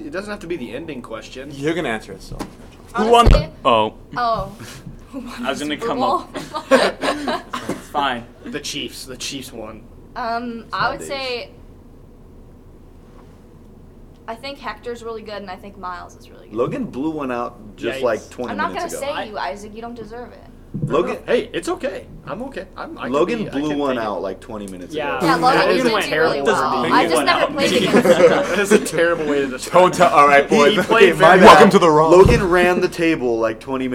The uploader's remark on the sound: Recorded by the pool table a little too late